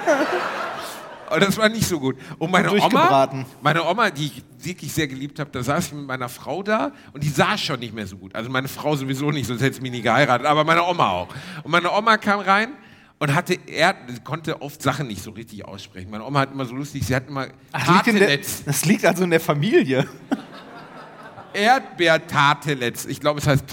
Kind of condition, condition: setting, live audience